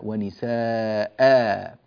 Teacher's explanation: مد العوض الاستعاضة عن تنوين النصب بألف عند الوقف عليه